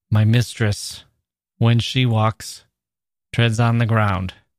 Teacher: It's three syllables, interrupted, three more syllables, interrupted again, and then four syllables.